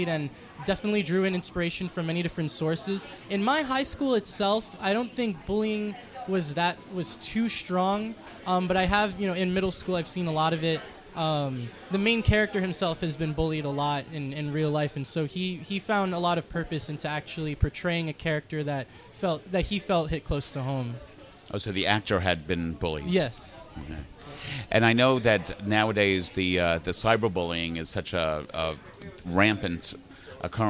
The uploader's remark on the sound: At the KGFC Filmmakers Lounge hosted by Ateaz Organic Coffee & Tea. “The Great Griffen” was selected to screen during the Kew Gardens Festival of Cinema in 2017.